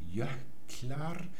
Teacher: Hier sprechen sie noch ein H vor dieser KL-Kombination.